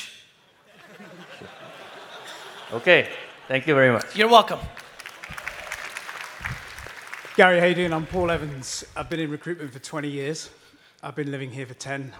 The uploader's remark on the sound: Singapore Keynote. A fire keynote I did in Singapore.